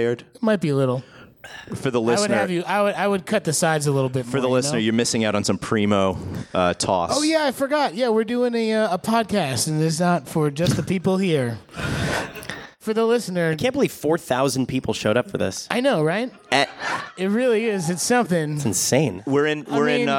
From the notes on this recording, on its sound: LIVE from Pensacon Comic Convention 2018. The guys report back from sunny Florida and the 2018 Pensacon Comic Convention.